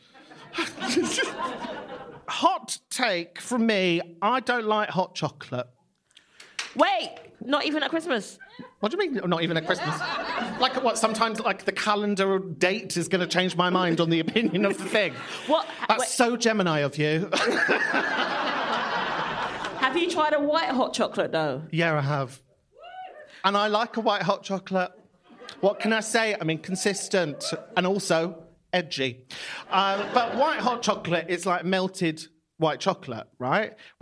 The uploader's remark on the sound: Live in London